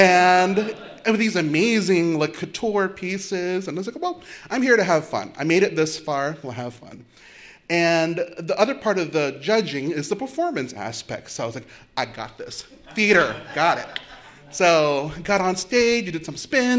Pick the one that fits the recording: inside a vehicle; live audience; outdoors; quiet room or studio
live audience